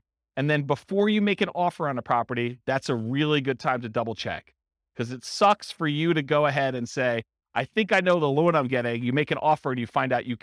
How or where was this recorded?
live audience